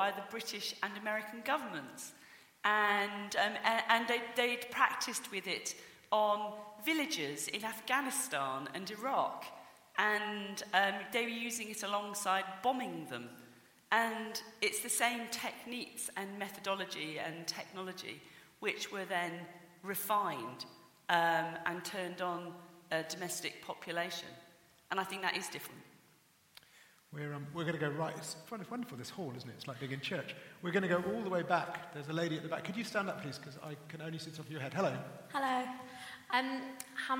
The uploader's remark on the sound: Recorded at The Emmanuel Centre in London in September 2018.